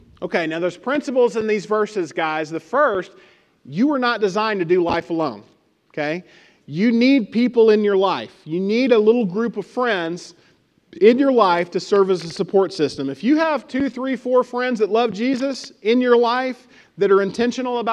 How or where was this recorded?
large echoing room